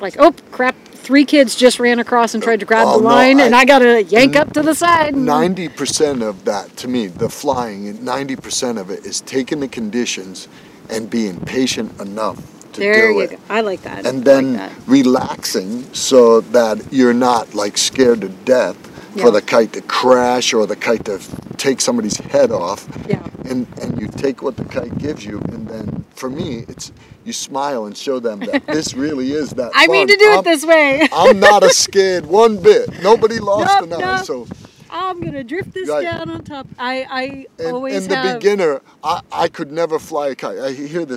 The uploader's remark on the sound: I recorded this on the beach, so at times there is some wind noise. This is rather raw discussion without editing.